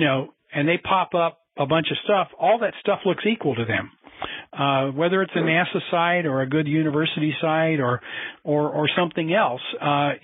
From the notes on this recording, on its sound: a Future in Space Operations teleconference